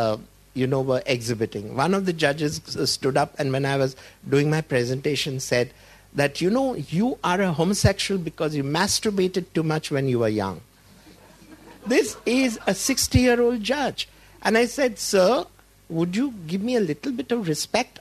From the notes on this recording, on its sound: We travel to Mumbai for front row seats at a panel discussion. We are at the Second Indian LGBT Youth Leadership Summit.